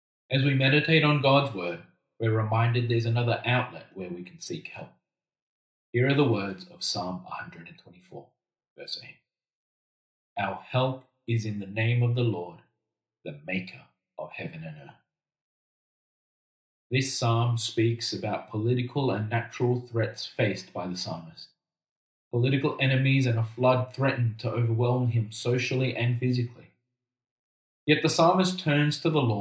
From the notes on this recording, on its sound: Apologies for this week's recording quality.